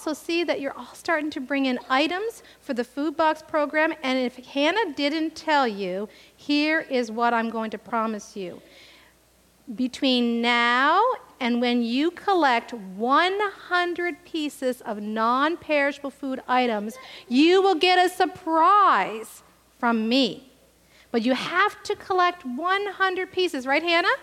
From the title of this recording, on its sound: Live worship service